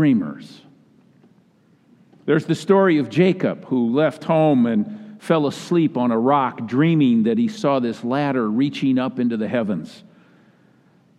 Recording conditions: large echoing room